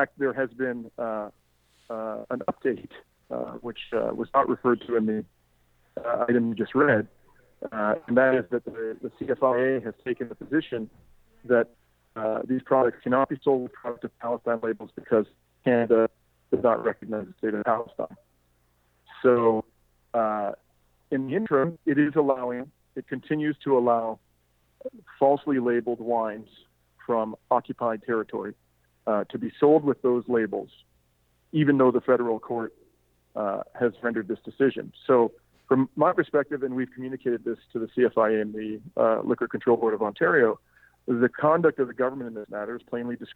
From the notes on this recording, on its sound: joined me on the phone to explain more